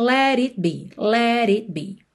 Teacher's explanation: E o T do it, como sendo aí consoante oclusiva que pode aparecer mais, menos ou nada, nesse caso aqui não aparece nada, porque quando eu venho com a língua no céu da boca pro T, let it, o meu lábio já tá fechando pro B de be